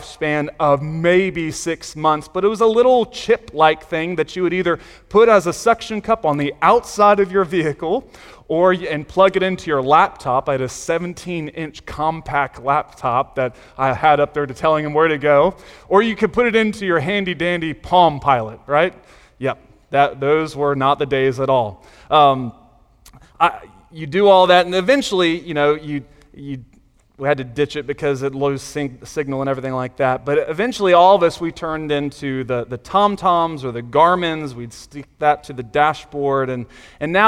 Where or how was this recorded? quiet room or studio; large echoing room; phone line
large echoing room